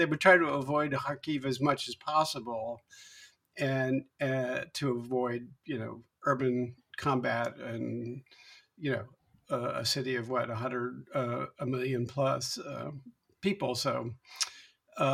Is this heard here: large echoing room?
no